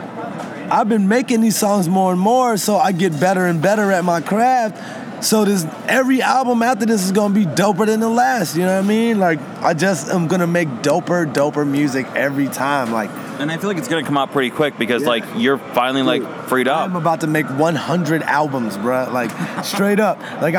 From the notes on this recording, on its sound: Recorded at SXSW 2016 for Illinois Entertainer, Chicago Inno, #ChicagoMade, and Dynasty Podcasts.